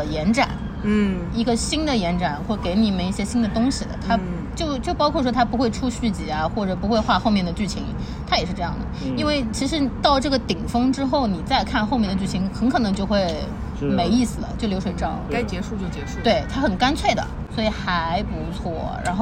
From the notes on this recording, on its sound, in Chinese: 本次录制花费：茶餐厅 128元